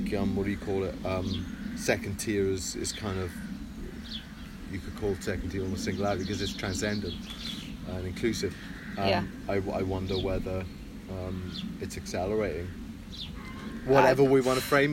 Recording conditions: sounds in the background